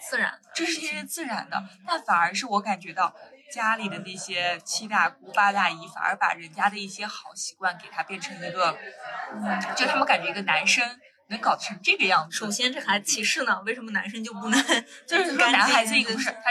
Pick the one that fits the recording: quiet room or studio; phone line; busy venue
busy venue